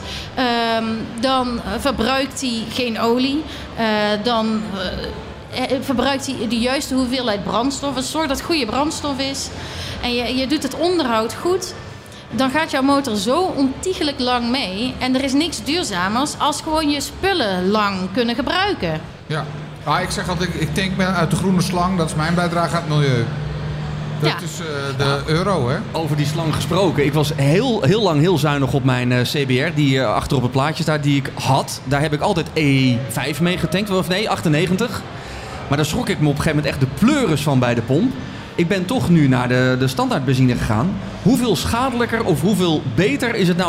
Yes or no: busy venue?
yes